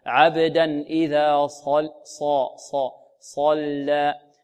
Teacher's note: إذن هناك فرق بين ص وبين ساء، ص ساء. إذن صاد مفخمة مطبقة بدون ضم الشفتين